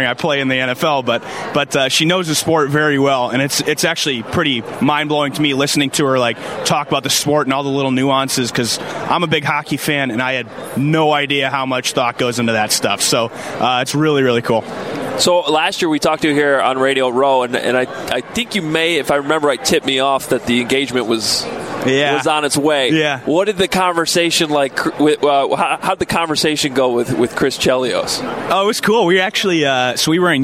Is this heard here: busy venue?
yes